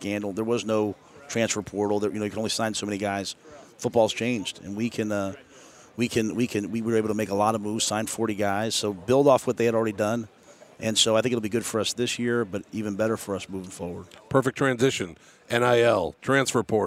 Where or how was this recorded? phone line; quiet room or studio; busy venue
busy venue